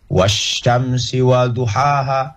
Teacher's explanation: Wal, tidak boleh baca wal syamsi. Harus dilebur ke shin. Wasyamsi waduhaha. Ketika dilebur ke shin, maka alif lamnya tidak terbaca. Itu disebut dengan syamsia.